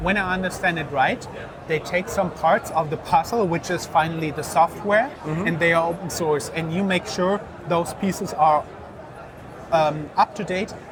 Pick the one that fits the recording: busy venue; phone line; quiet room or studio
busy venue